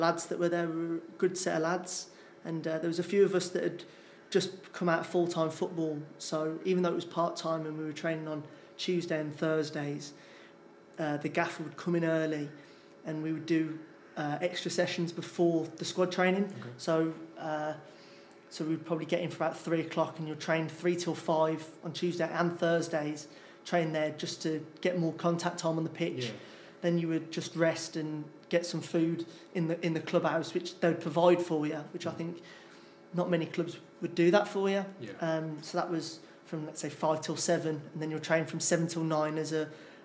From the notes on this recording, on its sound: during the club's weekly press conference